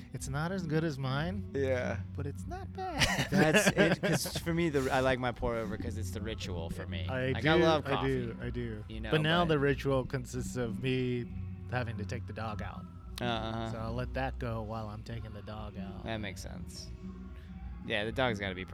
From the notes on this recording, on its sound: We caught up at Gasparilla Music Festival 2019